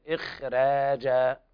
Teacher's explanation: في رواية ورش فخمنا الخاء تفخيما نسبيا ورققت الراء لأنها مستثناة من التفخيم، نعم، قال: سوى حرف الاستعلاء سوى الخاء فكملا، نعم، فهنا الخاء تفخم تفخيما نسبيا إخراجا.